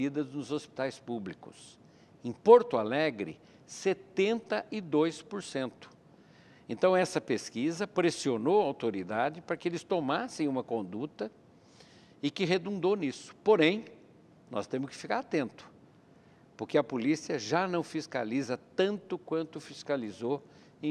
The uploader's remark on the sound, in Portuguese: para um grande público